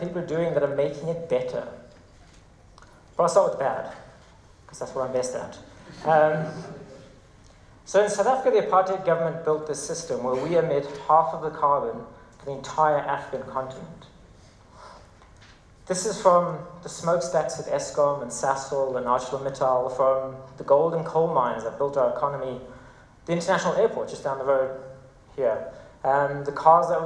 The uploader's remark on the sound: TEDxJohannesburgSalon. This talk was given at a TEDx event using the TED conference format but independently organized by a local community.